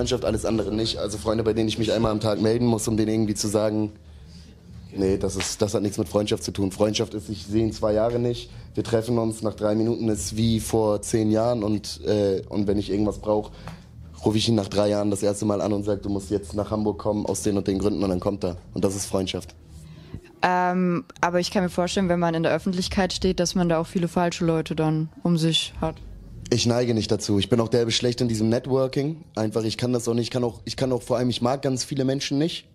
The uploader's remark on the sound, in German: auf dem Tapefabrikfestival